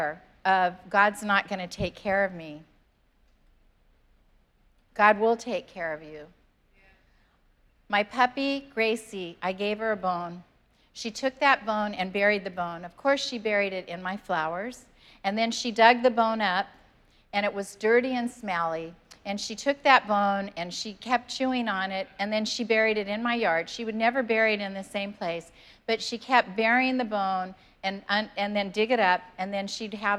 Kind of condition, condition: setting, large echoing room